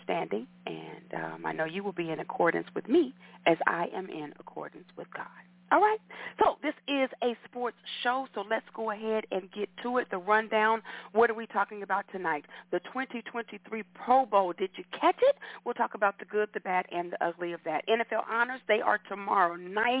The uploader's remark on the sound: your phone calls, comments, questions